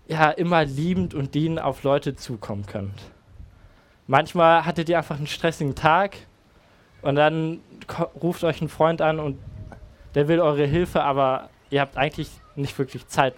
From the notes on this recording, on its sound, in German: Predigt im Rahmen des GreifBar+ Gottesdienstes